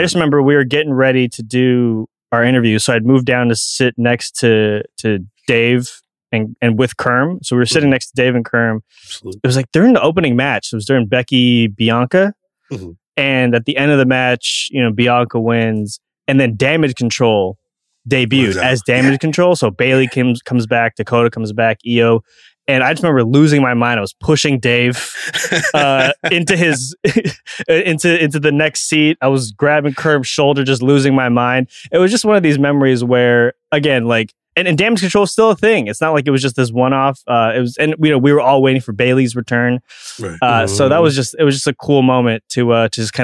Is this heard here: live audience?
no